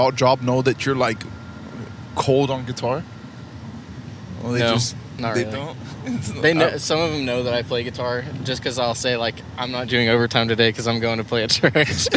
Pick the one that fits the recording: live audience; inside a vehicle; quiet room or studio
inside a vehicle